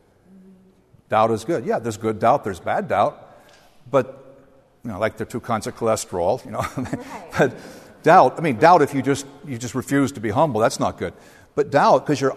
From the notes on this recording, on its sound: The following audio comes from the National Disciple Making Forum by Discipleship dot org.